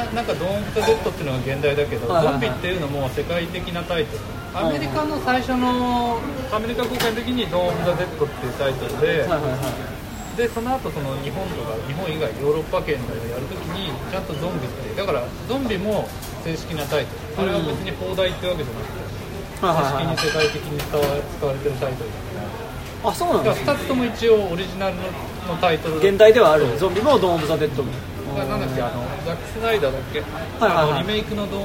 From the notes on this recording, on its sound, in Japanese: 居酒屋での録音のため雑音がかなり入っています